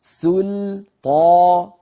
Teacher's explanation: فنرقق السين واللام ثم نقول طا وننطق الطاء والألف اللي بعدها